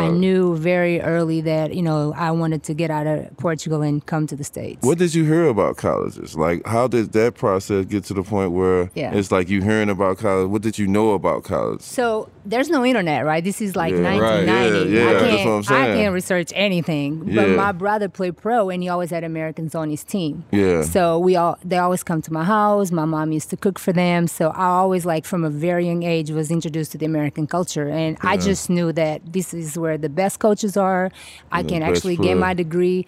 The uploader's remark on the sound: Live on location from XS Nightclub at Wynn Las Vegas.